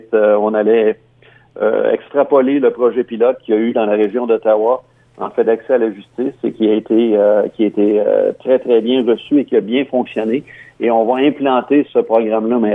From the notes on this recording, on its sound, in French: Rejoint au téléphone